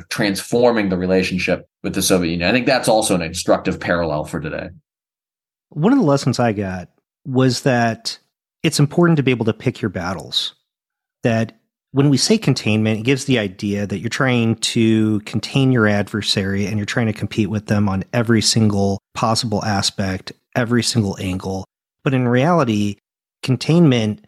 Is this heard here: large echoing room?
no